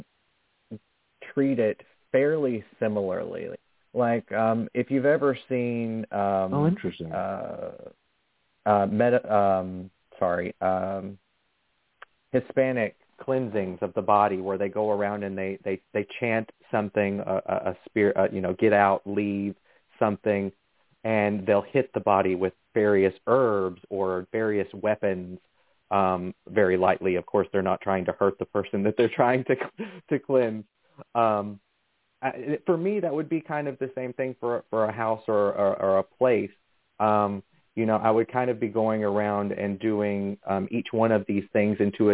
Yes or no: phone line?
yes